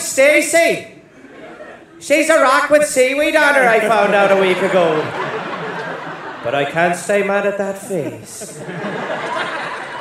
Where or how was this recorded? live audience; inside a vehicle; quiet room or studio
live audience